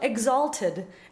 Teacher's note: But the word is still exalted, and the stress is still on the second syllable and not on ted